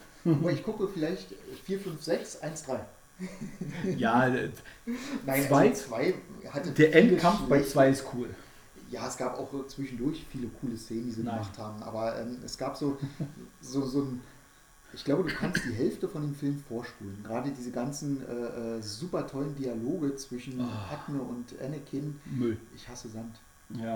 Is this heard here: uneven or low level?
yes